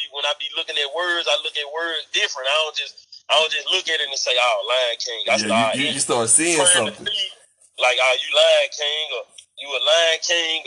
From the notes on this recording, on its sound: on the phone